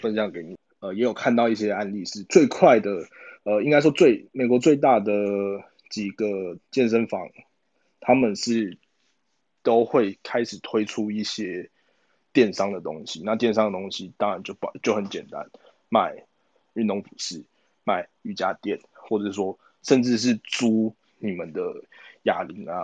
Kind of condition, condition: link, video call